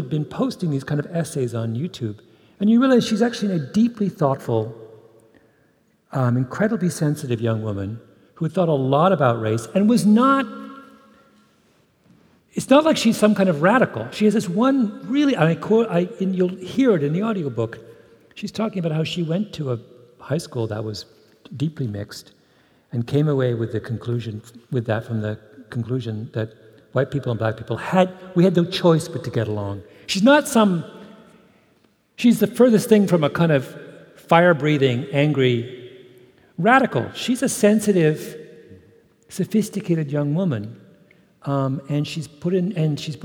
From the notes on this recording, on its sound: on stage at Benaroya Hall as part of SAL’s Literary Arts Series